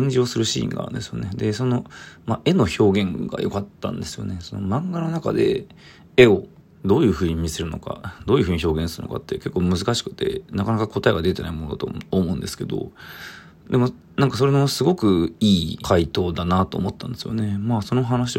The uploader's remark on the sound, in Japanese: From Radiotalk。ボイスメモです。